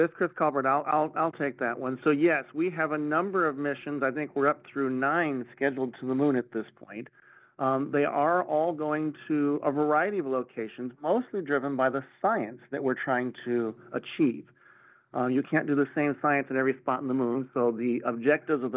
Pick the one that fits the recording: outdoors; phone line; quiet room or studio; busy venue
phone line